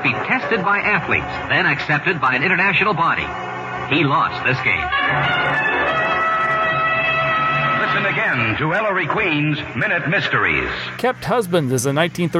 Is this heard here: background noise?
no